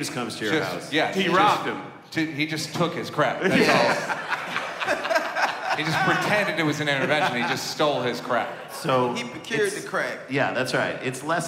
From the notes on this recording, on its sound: DPT LIVE. This week Dumb People Town goes live.